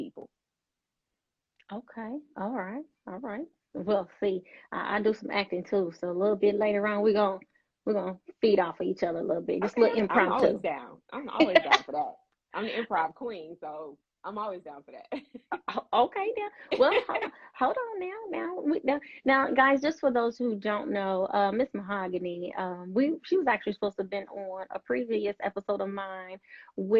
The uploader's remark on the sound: Recorded 4/24/2022 via Instagram Live.